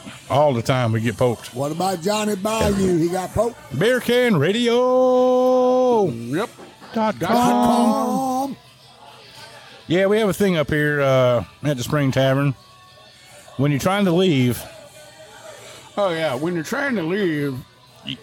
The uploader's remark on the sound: we drink some cold beers in the air conditioning of the Spring Tavern and have fun recording the podcast